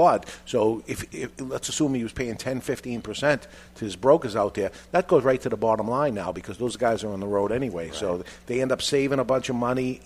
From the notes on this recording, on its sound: Join us for all the madness known as The Cigar Authority, live from Two Guys Smoke Shop in Salem, NH.